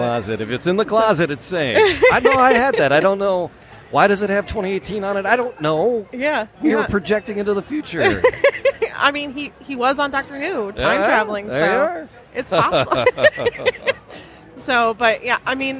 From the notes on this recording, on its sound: Live from Great Lakes Comic Con